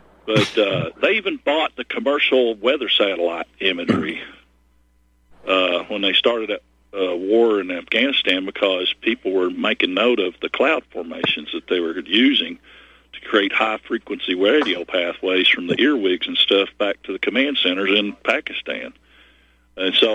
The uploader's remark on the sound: Your phone calls